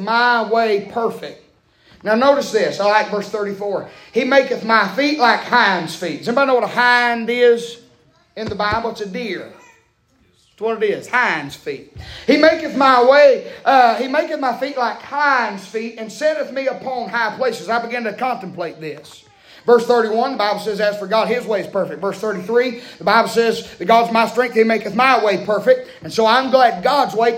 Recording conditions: large echoing room